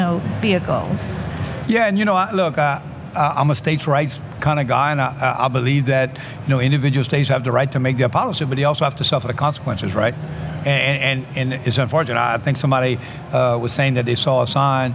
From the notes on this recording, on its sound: Which was recorded at OTC.